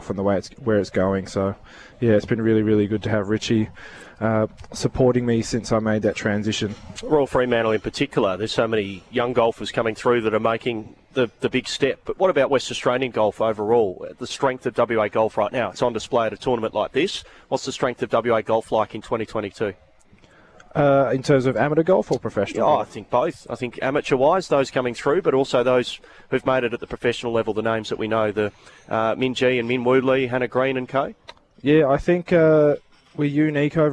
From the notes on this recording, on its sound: live from the WA open